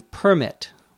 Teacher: If we say permit with the accent on the second syllable, that makes it a verb. But as a noun, the accent is on the first syllable